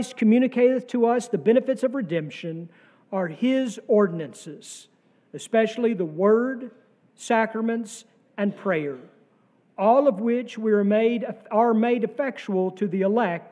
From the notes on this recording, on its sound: sermon from our Pentecost Sunday worship service on May 28, 2023.